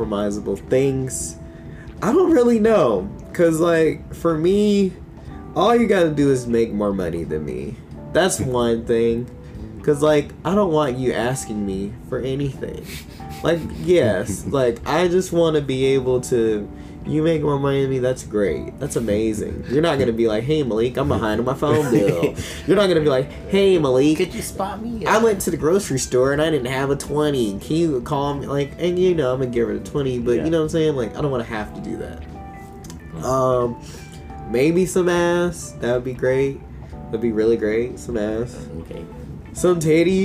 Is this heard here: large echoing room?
no